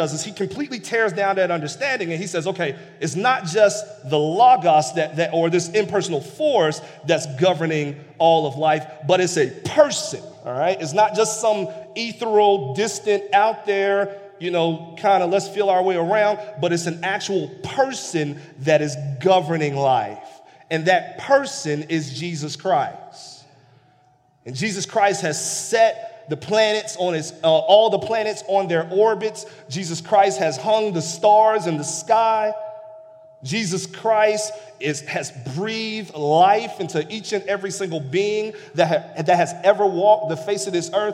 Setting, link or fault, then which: setting, large echoing room